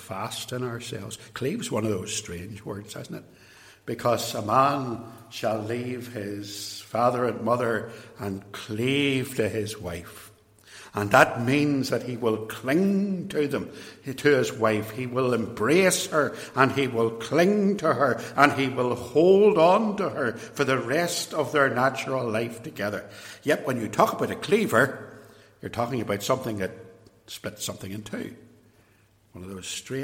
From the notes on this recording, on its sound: extracts from a sermon preached in 2017 at Templepatrick Reformed Church